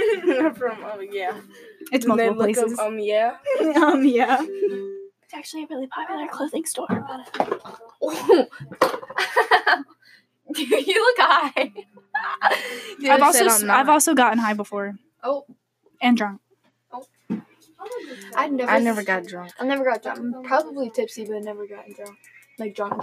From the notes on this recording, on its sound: we only had 1 microphone so we had to make due.